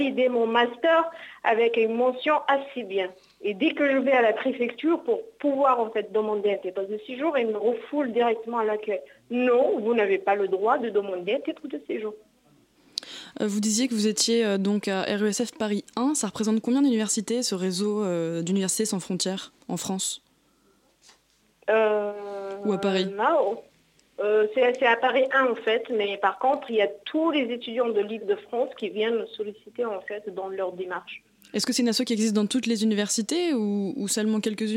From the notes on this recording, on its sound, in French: En première partie de cette Matinale, on reçoit par téléphone